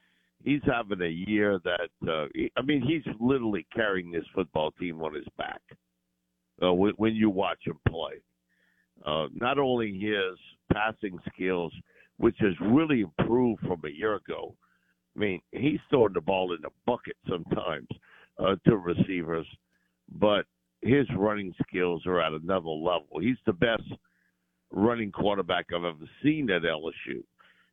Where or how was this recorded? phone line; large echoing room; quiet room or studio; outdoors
phone line